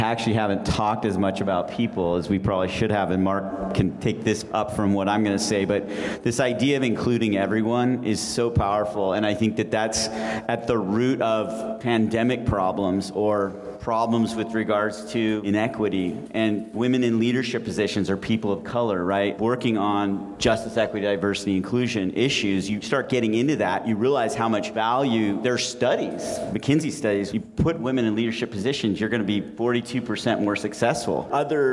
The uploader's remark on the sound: Live Panel Episode Recorded During SF Climate Week. Thanks for tuning in to a special live recording episode of Darts in the Dark.